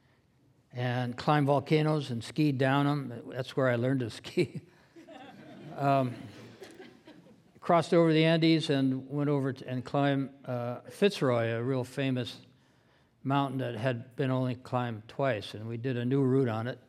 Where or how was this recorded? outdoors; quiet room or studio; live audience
live audience